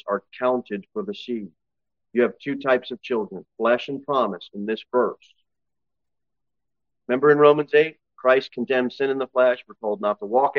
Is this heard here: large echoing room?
yes